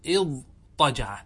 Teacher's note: المثال الثاني واضطجع، وقعت التاء بعد حرف من حروف الإطباق وهو الضاد فتقلب هذه التاء إلى طاء